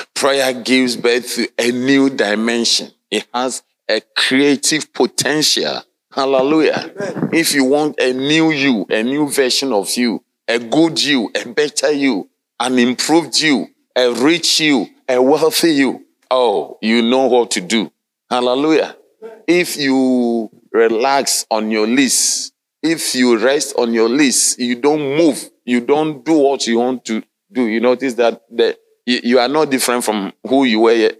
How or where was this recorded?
large echoing room